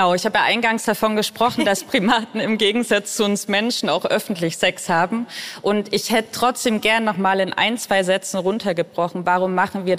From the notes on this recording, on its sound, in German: Die Folge wurde beim "Beats & Bones Podcast-Festival" im Naturkundemuseum Berlin aufgezeichnet.